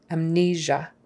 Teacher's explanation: It's a Z, that kind of a ZH kind of sound, like there is in treasure. Amnesia. Stress on the second syllable.